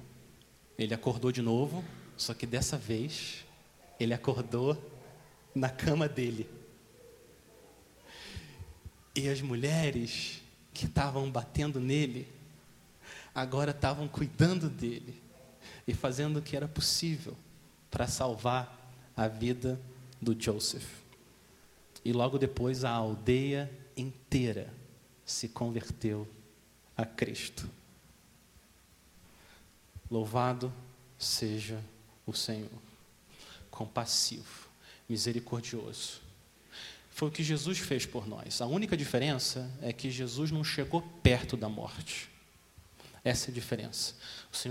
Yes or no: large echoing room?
yes